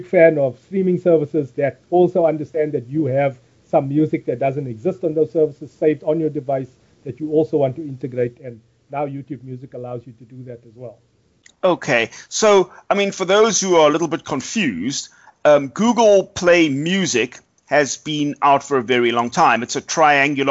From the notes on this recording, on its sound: The Skypecast. We apologise for the terrible audio on South Africa's most accessible consumer technology podcast.